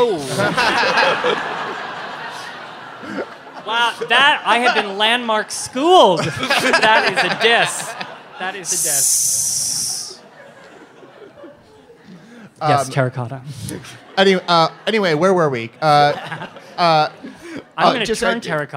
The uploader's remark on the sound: This show was recorded live at the Bell House in Gowanus, Brooklyn, as part of the Brooklyn Podcast Festival